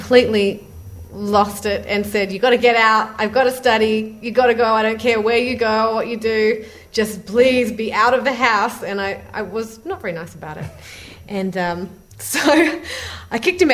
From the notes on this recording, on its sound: Recorded live at the 2008 Tanglewood Jazz Festival in Lenox, MA.